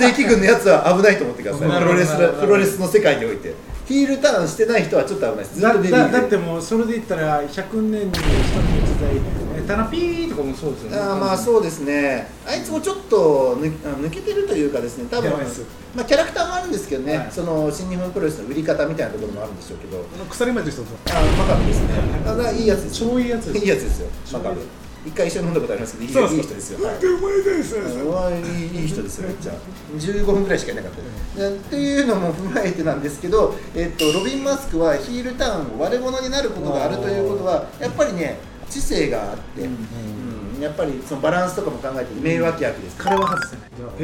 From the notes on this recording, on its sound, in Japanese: 収録場所 やんばる酒場MO－RI